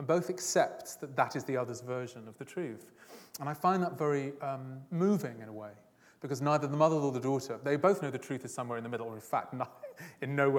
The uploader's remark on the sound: This is a recording of a Platform event from August 2012.